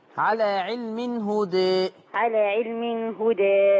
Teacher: يبقى لما نقف على علم هدى ما نقفش عليها بالفتح، نقف بالتقليل. على علم هدى، على علم هدى، لما وصلها ما فيهاش حاجه بقى.